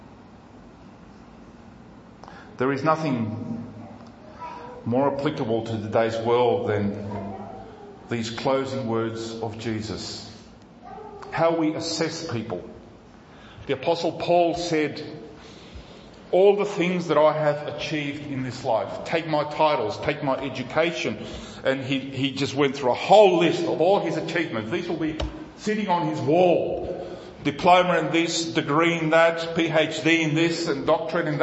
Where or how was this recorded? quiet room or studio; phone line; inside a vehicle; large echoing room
large echoing room